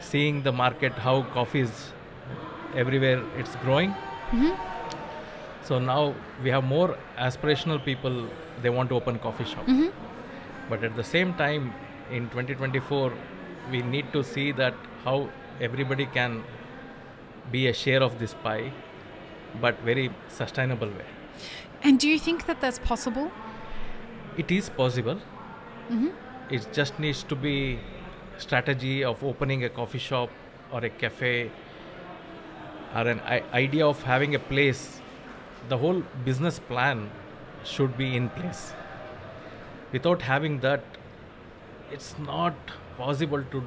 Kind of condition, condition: setting, busy venue